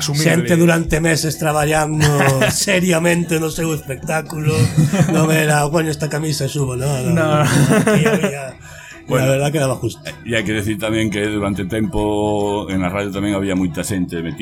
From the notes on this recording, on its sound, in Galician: en directo durante a Festa Hortera da Radio Kalimera en Decembro de 2021